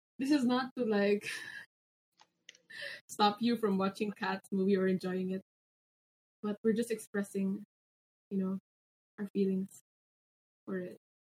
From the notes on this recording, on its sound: Note: Audio may be faulty due to technical difficulties.